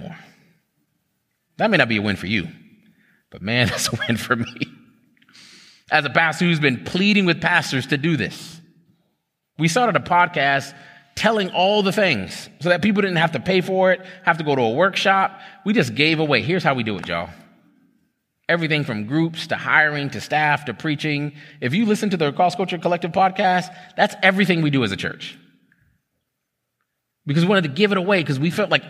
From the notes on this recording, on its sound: This is an excerpt from a TownHall Q&A.